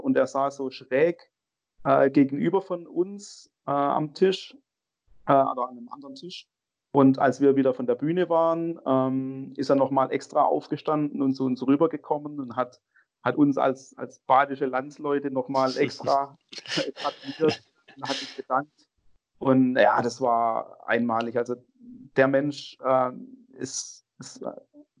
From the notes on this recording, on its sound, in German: Aufgrund der Corona-Verordnung diesmal über Skype.